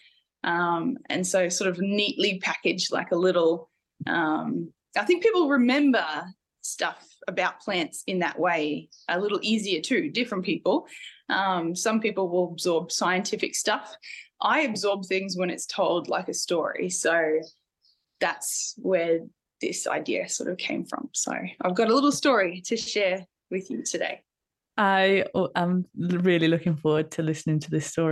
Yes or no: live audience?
no